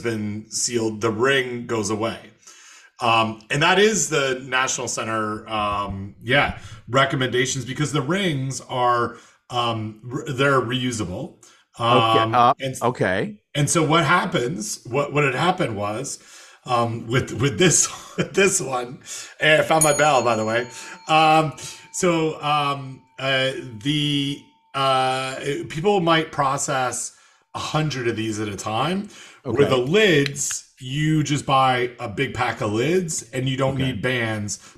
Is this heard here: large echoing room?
no